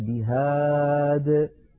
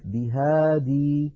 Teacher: فلو وقفنا على بهادي نقف عليها بهاد، ولا نقف بهادي، نقف كالوصل من غير ياء · Shown in: first take · لأنها هكذا في الخط.